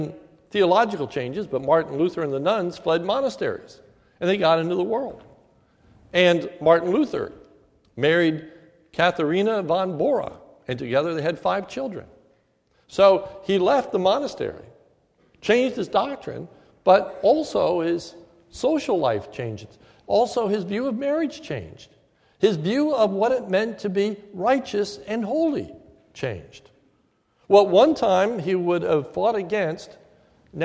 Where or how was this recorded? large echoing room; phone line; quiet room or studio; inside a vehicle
large echoing room